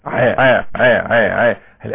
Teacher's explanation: انما ع ع ع ع ع هزه في الاوتار الصوتيه · Term: جهر